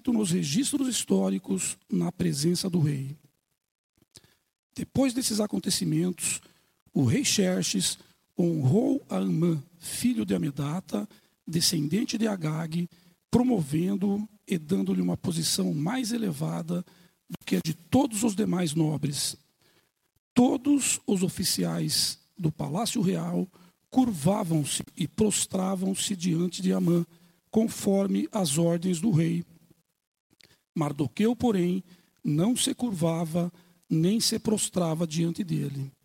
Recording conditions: large echoing room